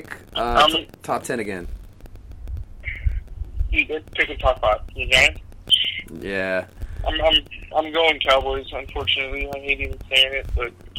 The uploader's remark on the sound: back on the show via the batphone line once again